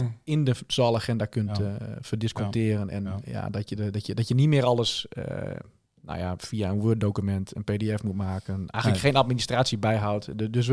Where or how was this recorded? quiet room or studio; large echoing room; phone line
quiet room or studio